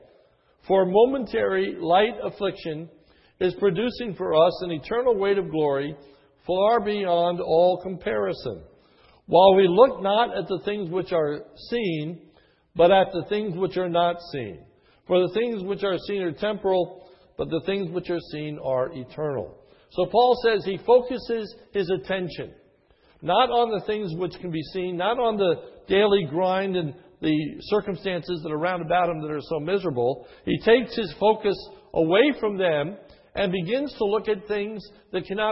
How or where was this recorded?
large echoing room